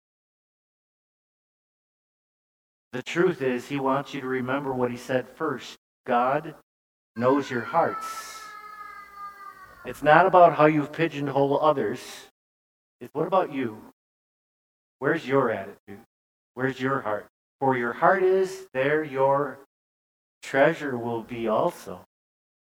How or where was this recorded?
large echoing room